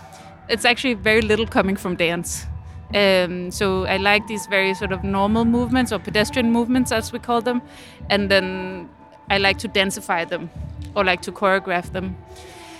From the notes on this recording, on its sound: The Lake Daily (live from Roskilde Festival): Thursday. Day two after the first night of shows, heartfelt and high energy.